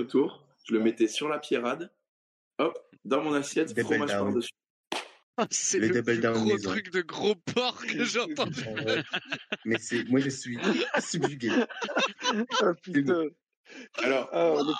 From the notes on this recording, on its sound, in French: Je n'ai malheureusement pas beaucoup réglé les problèmes de son. A vrai dire vous entendrez que c'est parfois pire, étant donné les enregistrements en plusieurs parties, le changement de matériel...